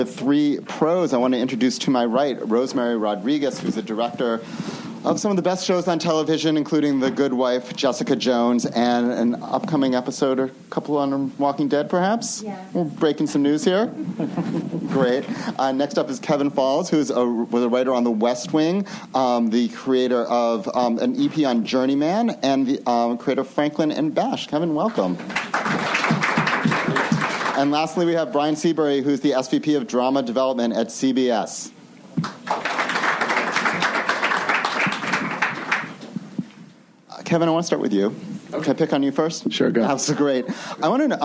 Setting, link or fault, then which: setting, busy venue